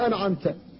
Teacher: ثم ترجع إلى الحلق لتنطق بالعين، فلا بد من التنبيه على إظهار النون الساكنة ومن غير قلقلة أيضا